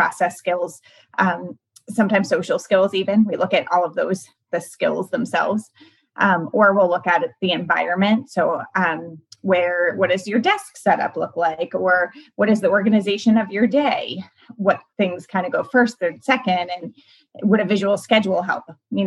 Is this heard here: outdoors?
no